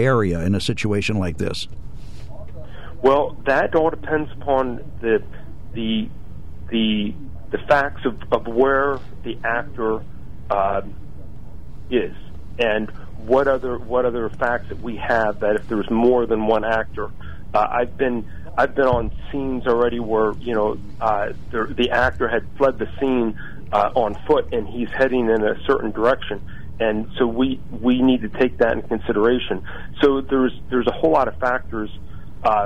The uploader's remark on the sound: During open phones